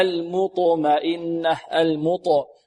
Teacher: المطمئنة فيها ميم مرققة وبعدها طاء مفخمة ومقلقلة.